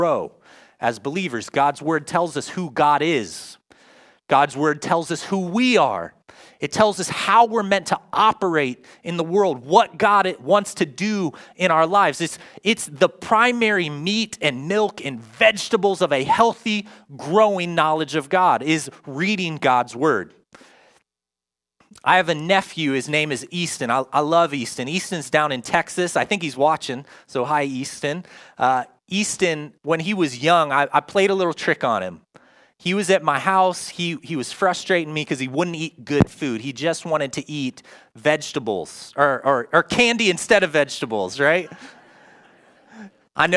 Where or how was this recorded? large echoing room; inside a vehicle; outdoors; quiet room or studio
large echoing room